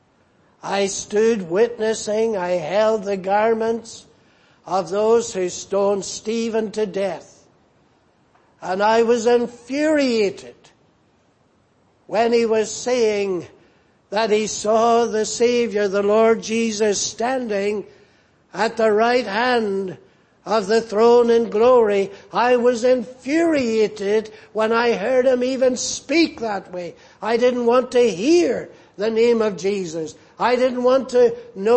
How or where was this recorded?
large echoing room